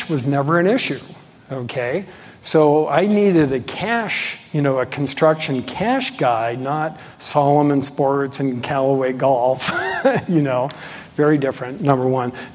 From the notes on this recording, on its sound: delivered at the Zweig Group's 2023 Elevate AEC Conference